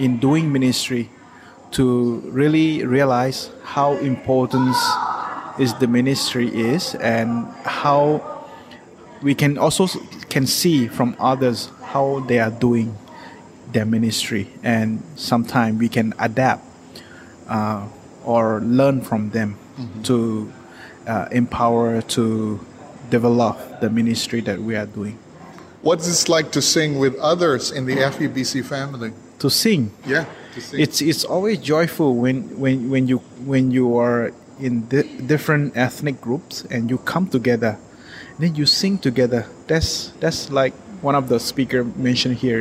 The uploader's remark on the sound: Interviews recorded on-location at a ministry conference designed to support and encourage real outreach in the real world.